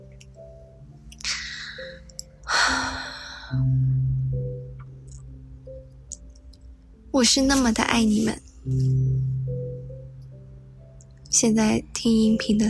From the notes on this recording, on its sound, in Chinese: 录制于一个突然起风的3月12号晚上十一点半后